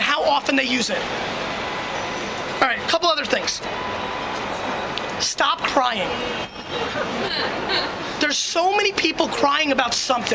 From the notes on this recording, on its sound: A 2008 NYC Street Keynote. Today’s episode is a classic keynote that I gave on the streets of NYC back in 2008.